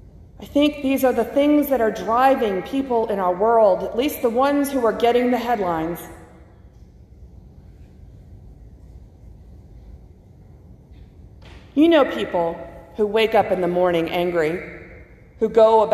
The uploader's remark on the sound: from the August 8 worship service at First Christian Church (Disciples of Christ) in Anniston, AL.